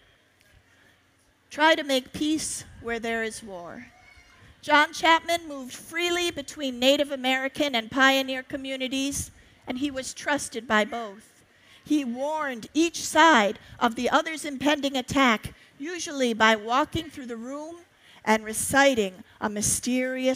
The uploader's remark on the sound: On the Family Storytelling Stage at the 2012 Library of Congress National Book Festival. 2012 National Book Festival.